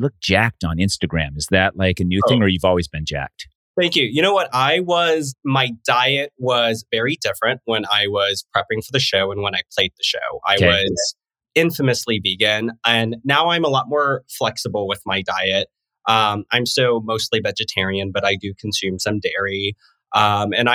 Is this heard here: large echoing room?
no